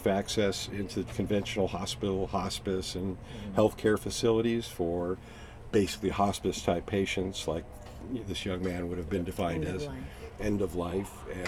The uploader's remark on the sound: The third episode in our series recorded in the CannaVan at The Women of Cannabis Conference.